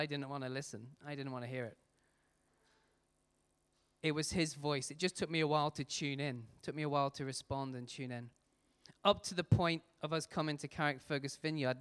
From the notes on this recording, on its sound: Recorded at our Sunday Celebration on 29th July 2018.